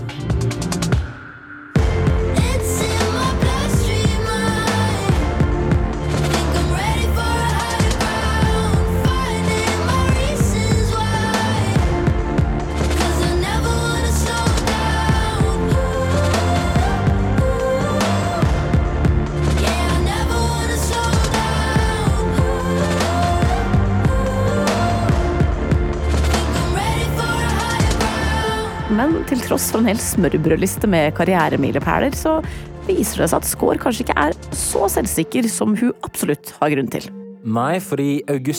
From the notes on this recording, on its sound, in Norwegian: da vi snakket med henne under årets Øyafestival